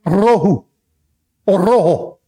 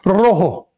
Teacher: That first R has to be rolled.